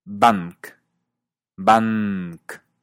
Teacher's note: la N no se ve afectada por la K y se mantiene con sonido original.